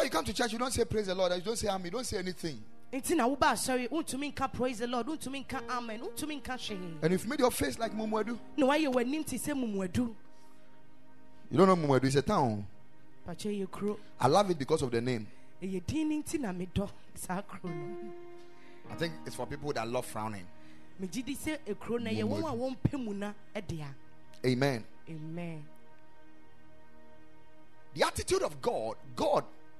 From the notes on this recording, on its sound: Preached at the Ekklesia Chapel.